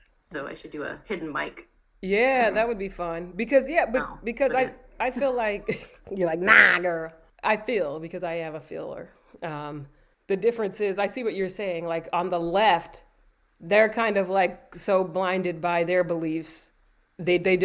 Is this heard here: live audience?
no